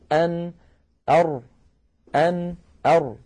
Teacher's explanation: يجد بأن الراء أعمق قليلا إلى الداخل. يعني لو كان هذا سقف الحلق وهذا اللسان، أن هنا أر تكون أعمق إلى الداخل قليلا، أن أر، أن أر، فالراء أعمق قليلا إلى الداخل. · Term: حرف الراء